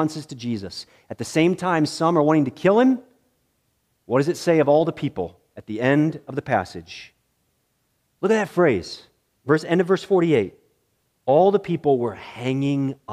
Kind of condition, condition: setting, large echoing room